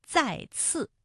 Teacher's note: 都是平舌音，再的声母是滋，次的声母是呲